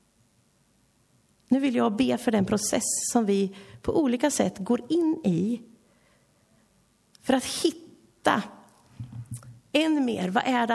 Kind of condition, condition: setting, large echoing room